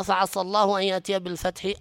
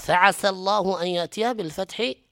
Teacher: وهو لا يشعر أنه فخم السين قليلا وتصبح صاد · Shown in: first take